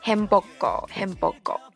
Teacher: 都是因为前面的字，所以呢，就是浊化了